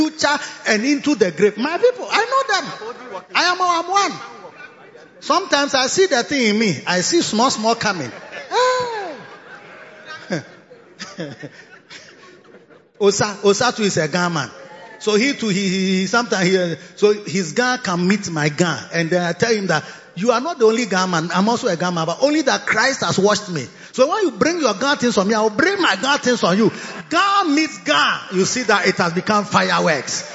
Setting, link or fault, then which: setting, live audience